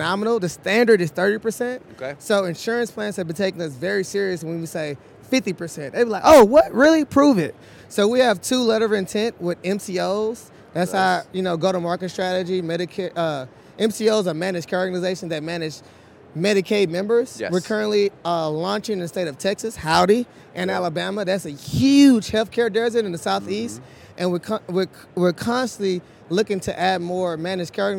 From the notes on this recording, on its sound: The interviews, recorded live at a recent health tech conference.